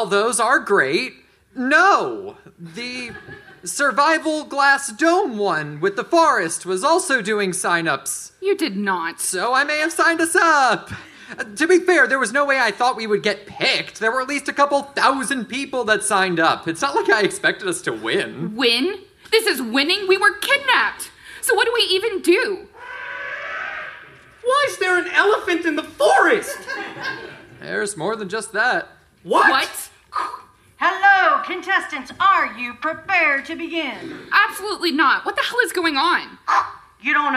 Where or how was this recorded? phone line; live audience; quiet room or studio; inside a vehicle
live audience